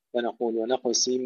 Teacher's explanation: ونقص الصاد المكسورة، انتبه إلى تفخيمها